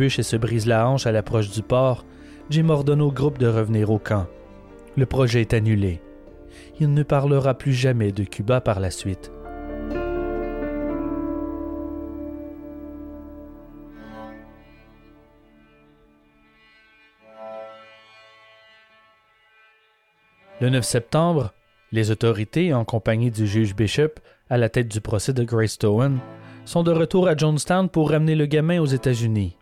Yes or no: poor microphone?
no